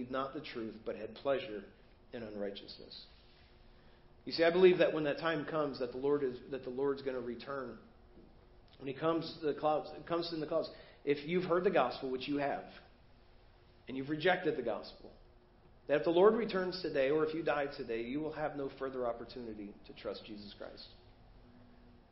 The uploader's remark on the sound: Preached at First Baptist Church of Hazel Park